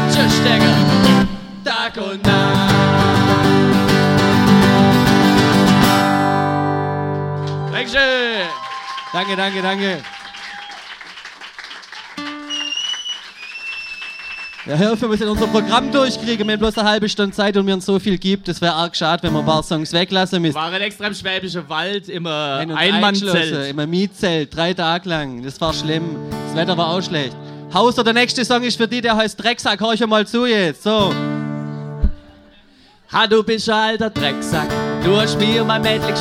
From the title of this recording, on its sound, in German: live en dr Mini Music Bar en Leonberg